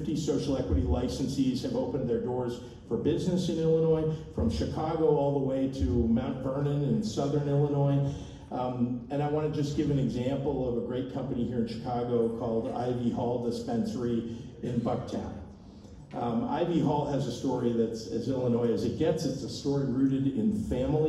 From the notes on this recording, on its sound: Entire speech at Benzinga 2023. Recorded 9/28/23 in Chicago, IL.